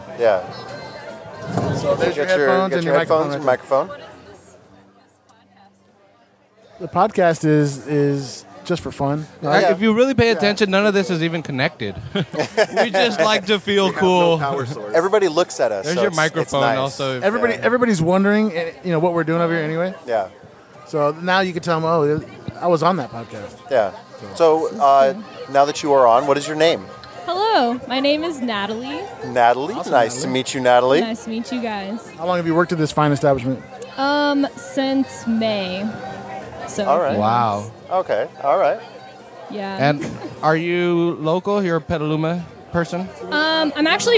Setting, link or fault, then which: setting, busy venue